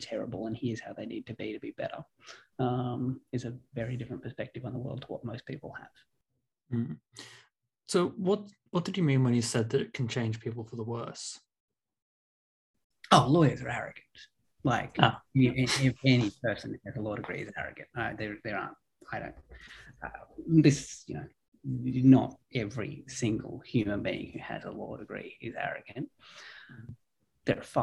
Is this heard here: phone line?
no